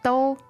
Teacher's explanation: Alright, first tone meaning all.